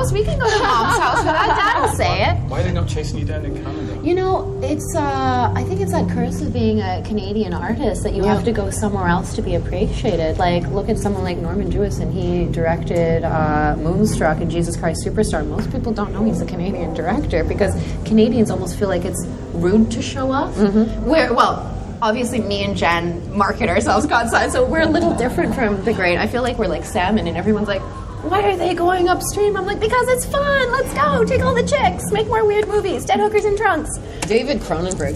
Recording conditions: live audience